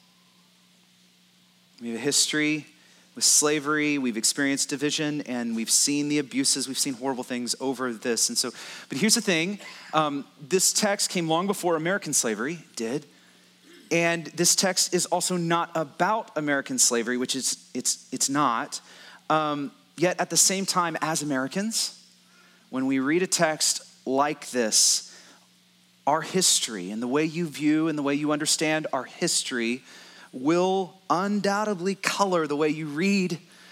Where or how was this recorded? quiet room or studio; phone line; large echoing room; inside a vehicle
large echoing room